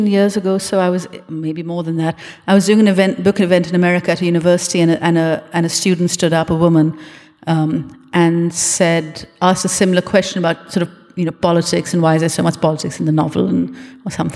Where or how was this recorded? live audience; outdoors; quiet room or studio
live audience